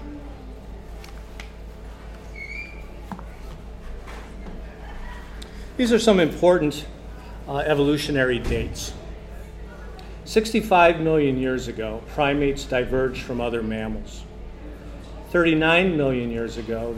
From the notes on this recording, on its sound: Part 2 of a live, two-part lecture from our Sunday luncheon learning series